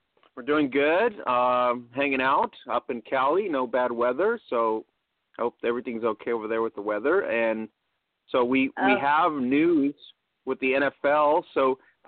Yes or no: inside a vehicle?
no